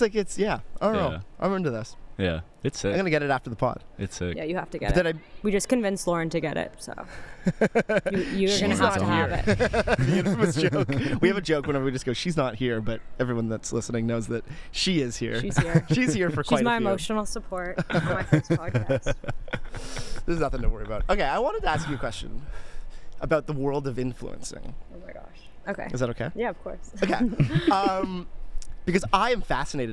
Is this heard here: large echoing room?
no